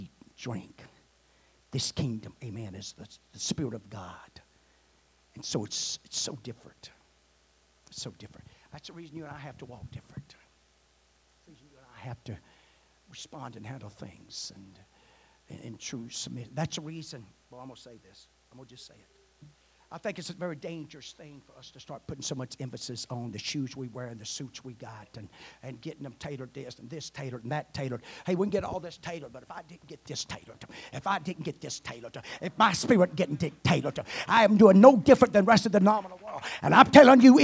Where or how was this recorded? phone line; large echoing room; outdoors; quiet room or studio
large echoing room